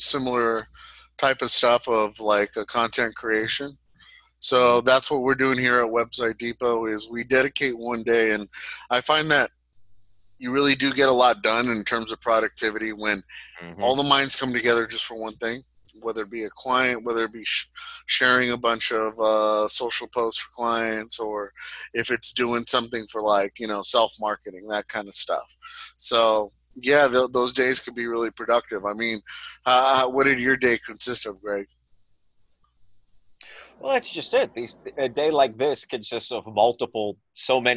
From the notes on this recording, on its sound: We conducted this meeting remotely on Zoom.